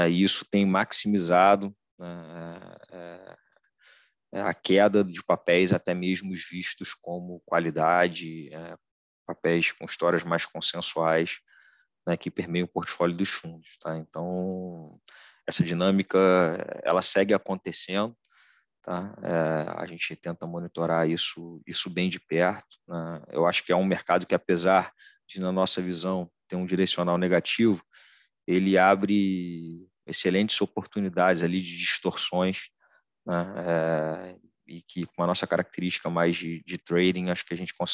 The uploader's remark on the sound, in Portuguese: Novamente, realizamos a conferência pelo zoom com transmissão simultânea pelo YouTube.